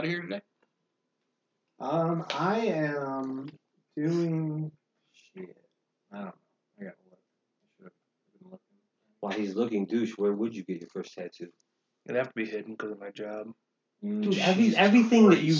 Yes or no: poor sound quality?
yes